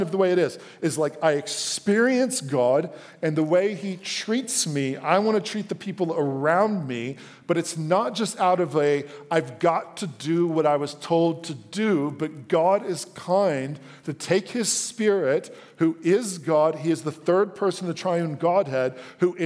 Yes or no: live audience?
yes